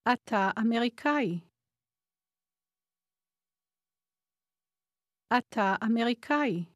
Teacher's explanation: The ah sound at the end of אתה blends into Amerikai. · Term: run together